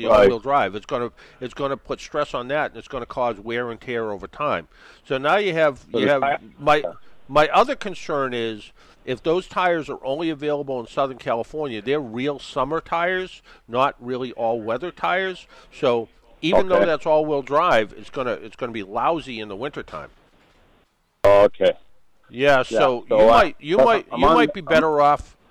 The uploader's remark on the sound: we broadcast from AutoToys